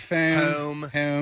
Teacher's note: it's got a little O, like a closed W that comes around it. · Term: the long O